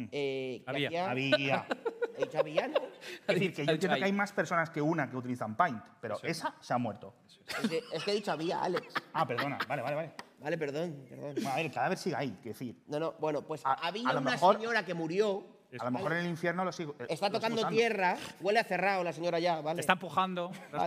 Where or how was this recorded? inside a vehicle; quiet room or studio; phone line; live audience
live audience